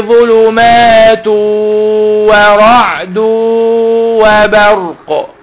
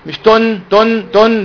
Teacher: هندخل بقى النون في الواو · Shown in: first take